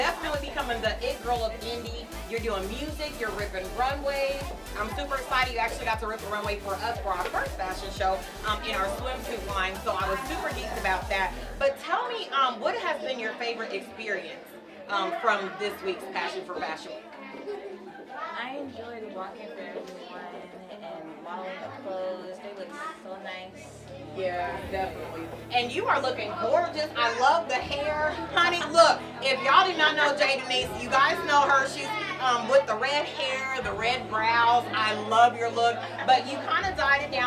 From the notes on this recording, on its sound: Live red carpet interview: Passion 4 fashion week edition.